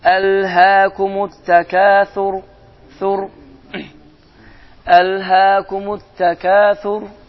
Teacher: Və biz keçmişdik ki, ra hərfi bəzi hallarda qalın və bəzi hallarda isə incə oxunur. Bu ayədə isə ra hərfi qalın oxunar. Yəni, təfximlə oxunar